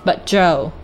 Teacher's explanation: 然后 but 的 t 也要做一个失去爆破处理，不要读成 butJoe，而是要读成 but Joe。 wins 和 every 这两个单词要进行连读，wins every，不要读成 winsevery，不要把它们两个断开。接下来呢，我为大家慢速和长速朗读一下今天的打卡例句。首先呢是慢速版。 Nearly everybody enters for